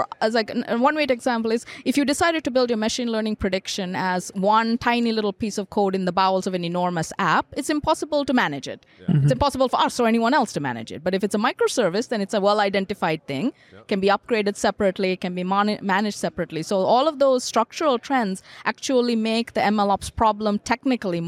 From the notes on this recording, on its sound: Sit down at the Spark+AI Summit in San Francisco, sponsored by DataBricks.